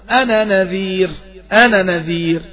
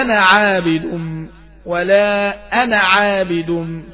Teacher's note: كلمة أنا الضمير، تثبت الألف وقفا وتحذف وصلا، ماشي. أنا نذير، يبقى ما فيش ألف أهو، ماشي.